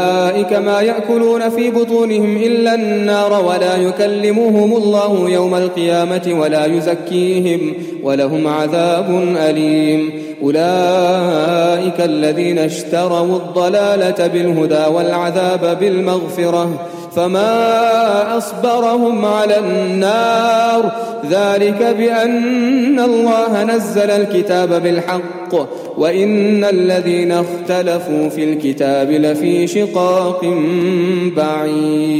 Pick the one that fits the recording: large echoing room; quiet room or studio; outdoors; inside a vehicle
large echoing room